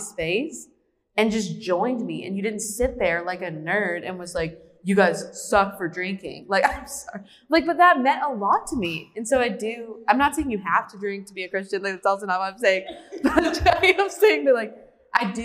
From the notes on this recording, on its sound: The DZ goes live at The University of Mount Union. Travel to The University of Mount Union for their One Voice Speaker Series. Take some live Q&A from students.